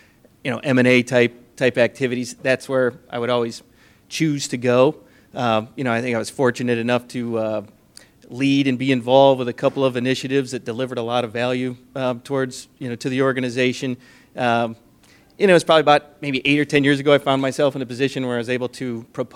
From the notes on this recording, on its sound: This is the audio recording from the live event on 9/21/2017 at Rev1 Ventures.